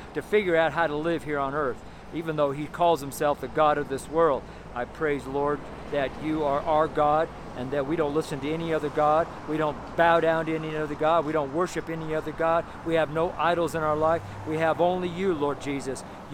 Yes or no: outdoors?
yes